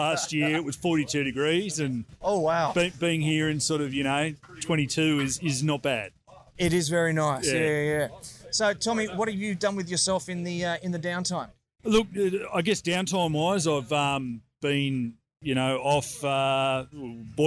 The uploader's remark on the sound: Live at the Meat in the Dilly BBQ Festival. Grabbing my video camera and microphone, I headed around the Festival, striking up conversations with some of the most interesting people on the competition BBQ circuit.